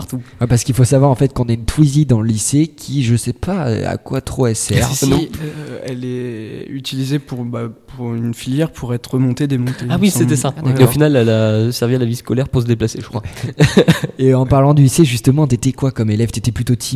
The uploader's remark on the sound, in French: en direct sur Radio2B, le samedi 3 février 2018, pendant le forum de l'orientation au lycée Rémi Belleau.